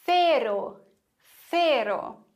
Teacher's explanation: Hier lispeln wir das C, weil es vor E steht.